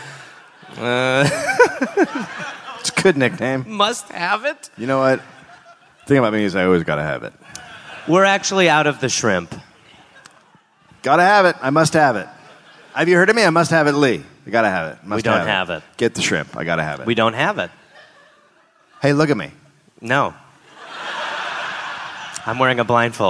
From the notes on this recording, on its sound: Recorded live in Dallas, Texas.